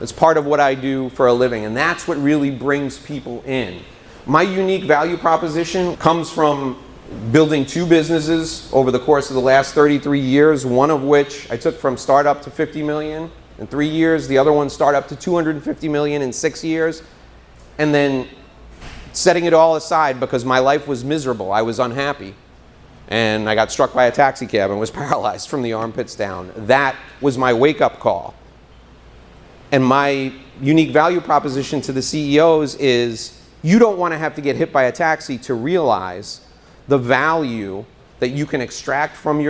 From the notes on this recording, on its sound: Today's show is a live talk. In front of an audience in Florida.